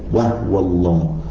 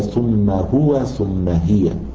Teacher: أيضا في قراءة أبي عمرو ومن وافقه مثل قالون وأبي جعفر، فالواو والفاء إذا دخل على هو وهي سكنت الهاء · Shown in: first take · كقوله تعالى وهو الله في قراءة أبي عمرو يسكن الهاء